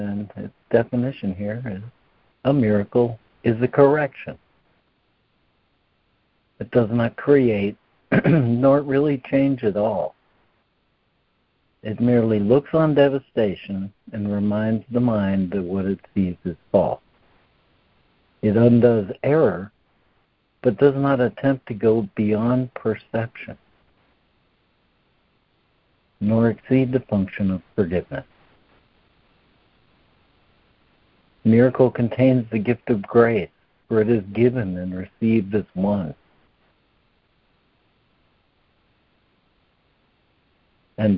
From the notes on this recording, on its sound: ACIM Daily Conference Call.